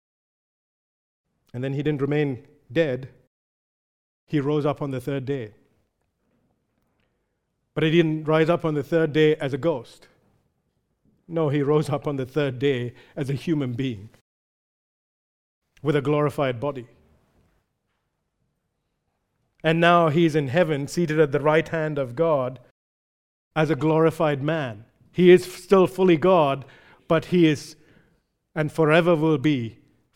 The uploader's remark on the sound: recorded live at Grace Community Bible Church